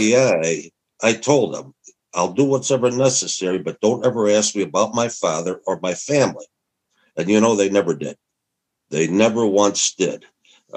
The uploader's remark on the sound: This is the audio from a Zoom call